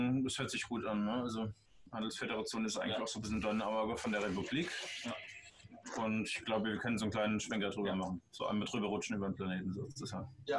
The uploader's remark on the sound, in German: Leider ist dies noch eine Aufnahme, in der unser Interface den Geist aufgegeben hatte, deshalb leidet die Audioqualität etwas.